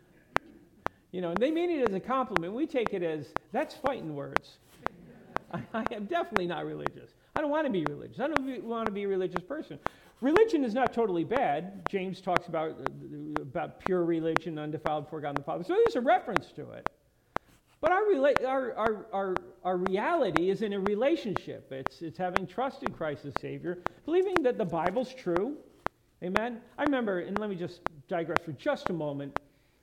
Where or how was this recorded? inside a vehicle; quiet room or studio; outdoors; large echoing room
large echoing room